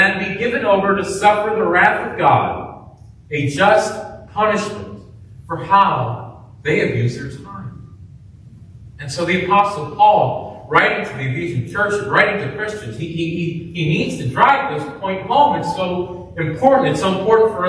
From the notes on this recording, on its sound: preached at Grace Baptist in Tiffin, Ohio